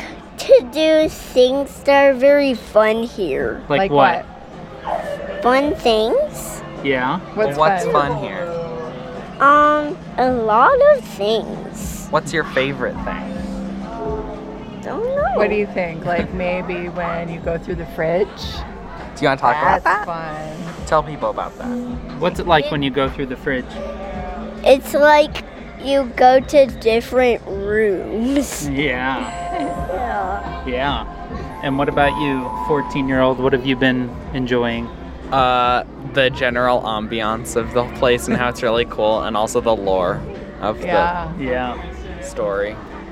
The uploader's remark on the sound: Recorded live from a secluded corner of Meow Wolf, this episode features the whole family talking about this extraordinary art experience in Santa Fe. They decided to bring a mic along.